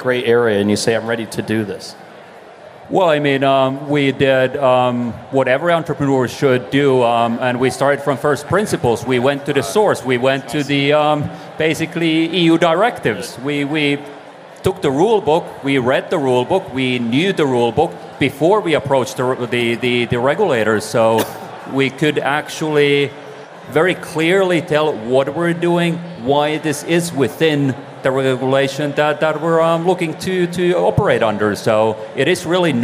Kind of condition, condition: setting, busy venue